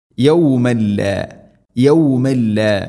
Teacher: തൻവീന് ശേഷം ലാം ഇദ്ഗാം ബിലാ ഗുന്ന മണിക്കാതെ കൂട്ടിലയിപ്പിക്കണം.